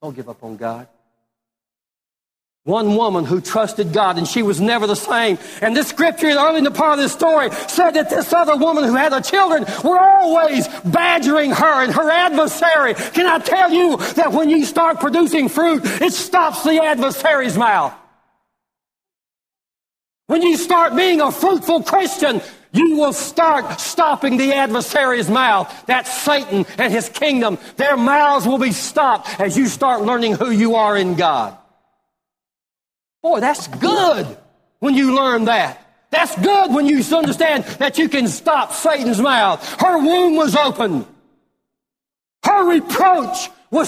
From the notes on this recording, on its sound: Live Service.